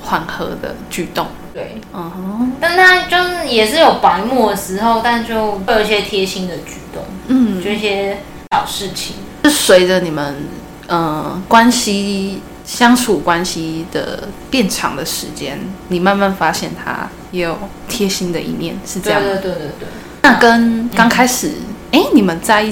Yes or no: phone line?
no